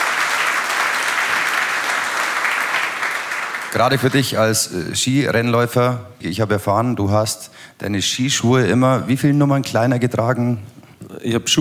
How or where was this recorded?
live audience